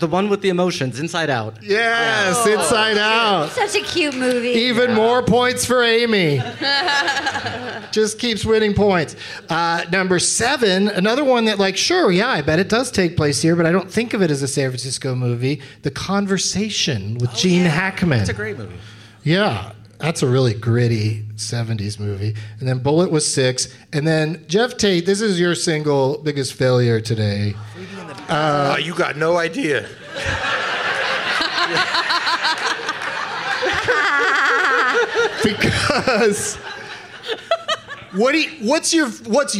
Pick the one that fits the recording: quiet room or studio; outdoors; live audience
live audience